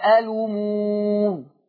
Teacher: قرأ ورش بنقل حركة الهمز إلى اللام